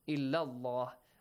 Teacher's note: You do not prolong it for two beats, just for one beat. · The mad in natural mad, the long vowel in illah as well will be skipped.